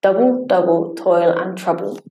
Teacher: Trochaic tetrameter is a line which contains 4 sets of a stressed syllable followed by an unstressed syllable